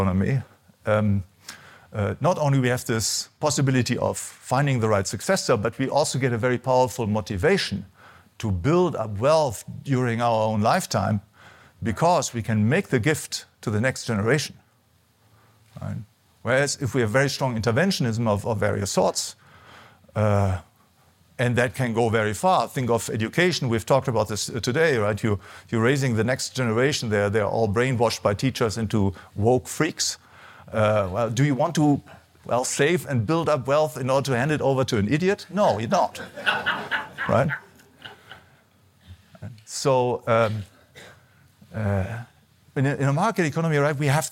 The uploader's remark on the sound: Recorded at the Mises Institute Supporters Summit in Auburn, Alabama, 12-14 October 2023.